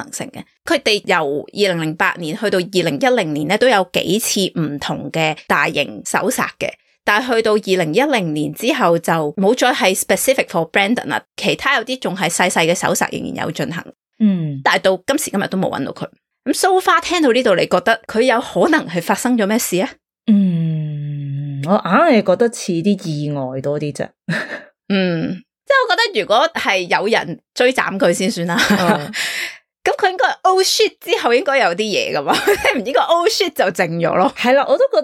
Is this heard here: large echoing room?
no